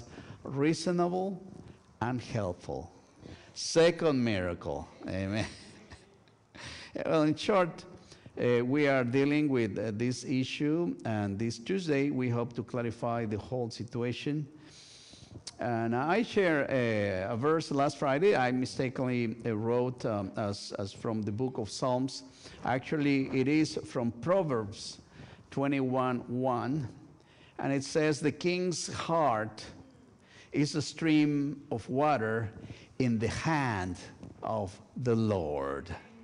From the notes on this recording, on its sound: This week's service, recorded live on October 22, 2023. We are located at 12550 Van Nuys Blvd.